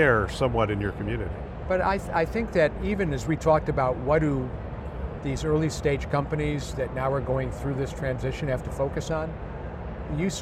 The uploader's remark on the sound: an Interview in Action live from HLTH ‘22